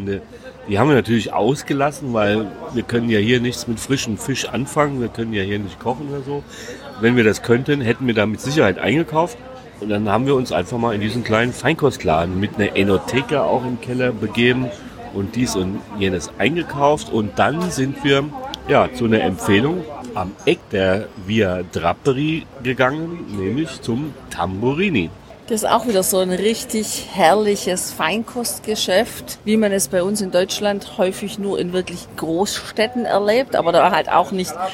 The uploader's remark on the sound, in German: Bologna. Wir sind live mit dir unterwegs im Centro storico der wunderschönen italienischen Stadt am nördlichen Apennin. Direkt vor Ort.